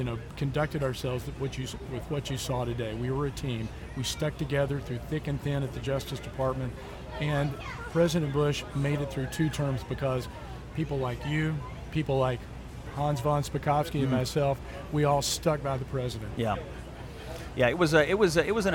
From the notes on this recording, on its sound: The Flyover Country crew headed down to the Fancy Farm picnic this weekend to bring you a LIVE reaction podcast following the speeches.